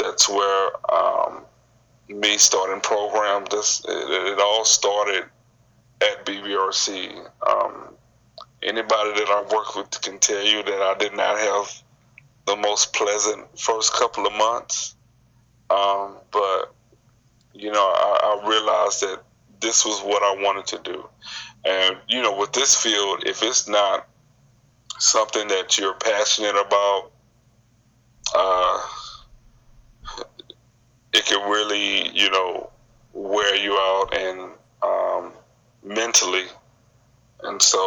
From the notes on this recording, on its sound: via Skype